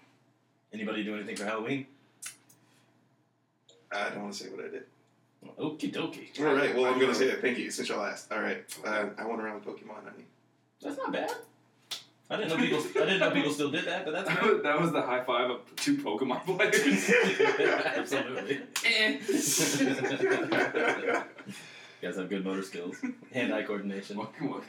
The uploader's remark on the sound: Mics not so much.